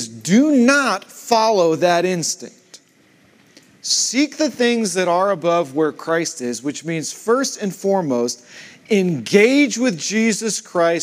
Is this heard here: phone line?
no